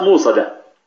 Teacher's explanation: حركة ما قبلها ماذا؟ هي الضمة، فأبدلت واوا لأن الواو هي المجانسة للضمة فصارت موصدة، ولم يدغم